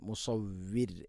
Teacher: മുസവ്വിർ എന്ന് വഖഫ് ചെയ്ത് മുസവ്വിർ, റാഇനെ തർഖീഖ് ചെയ്യണം